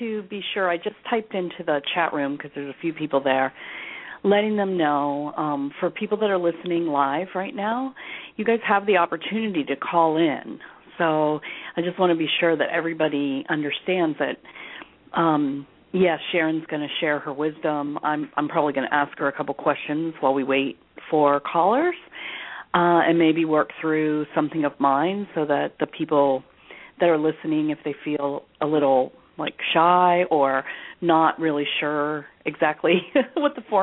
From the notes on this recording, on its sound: Takes your calls for healing live today!